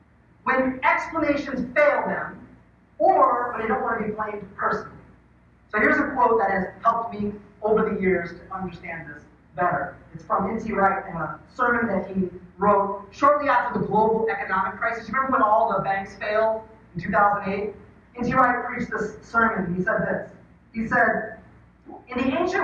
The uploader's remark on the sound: The audio for this sermon is not up to our typical standards